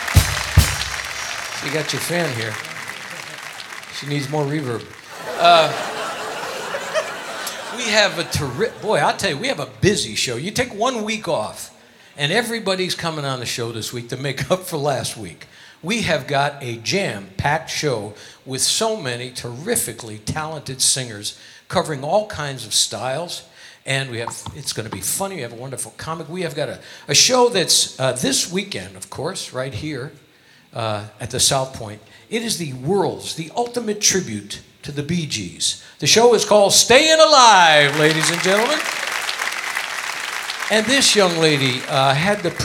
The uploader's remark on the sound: Live at the SouthPoint Casino